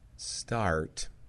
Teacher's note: we're going to dial up the R coloring as much as you can